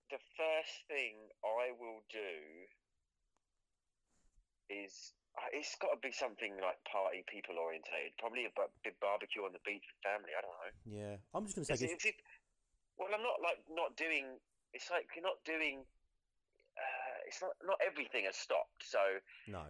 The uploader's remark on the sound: phone in!